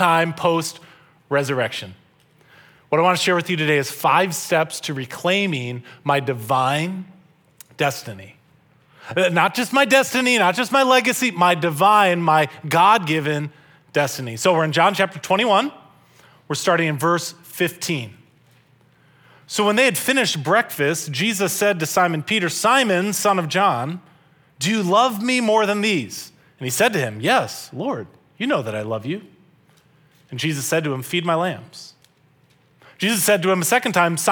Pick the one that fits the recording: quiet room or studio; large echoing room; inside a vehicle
large echoing room